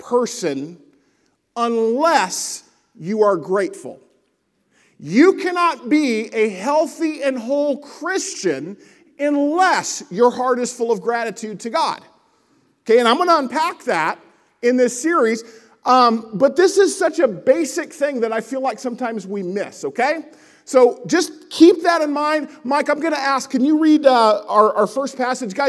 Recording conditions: large echoing room